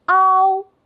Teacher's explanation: 在这个复韵母中，我们要先发啊的音，再快速滑向哦，连起来就是凹。